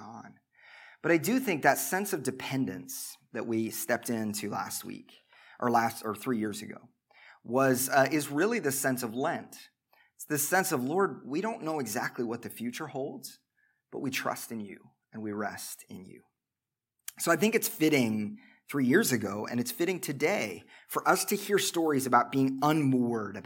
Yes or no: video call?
no